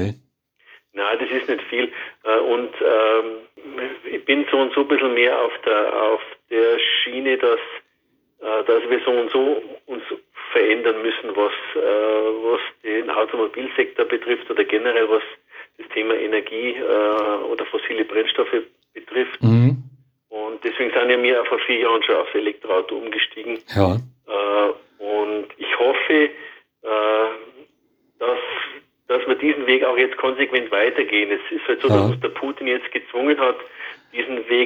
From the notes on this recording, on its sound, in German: am Telefon